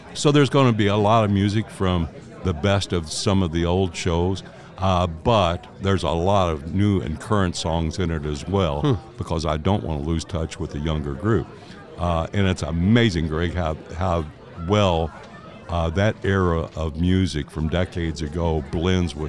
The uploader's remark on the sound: Spent a couple of days recently in Louisville broadcasting for regional radio stations from the Kentucky Derby Festival Event called The AT&T Morning Line.